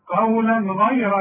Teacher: يبقى هنا ما غنش، عندي تنوين وبعده غين، والغين من حروف الاظهار ما غنش